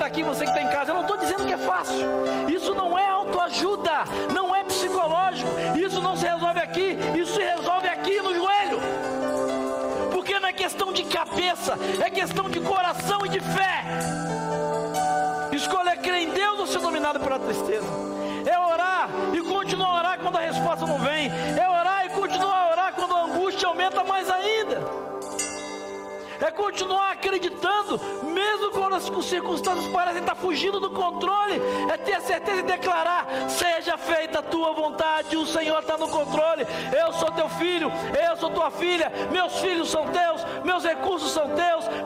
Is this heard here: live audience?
yes